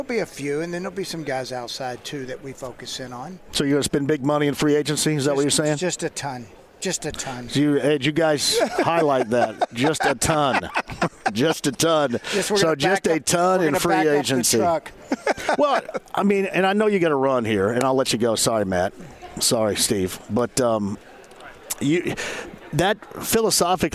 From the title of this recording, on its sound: Live From the NFL Combine!